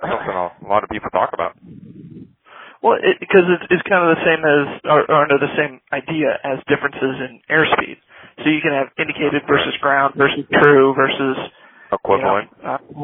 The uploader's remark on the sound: our first live caller